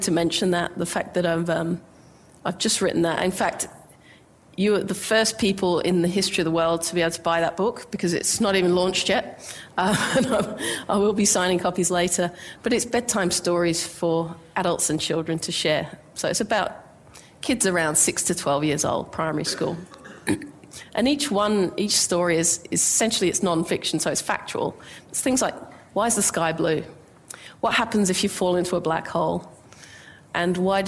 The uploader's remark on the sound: IFE Grand Challenge Lecture recorded at QUT on 6 September 2019